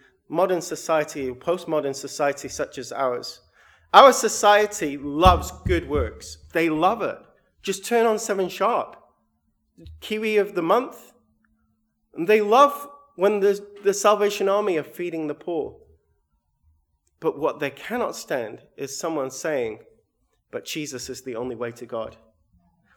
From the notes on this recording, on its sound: sermon recorded 7/8/22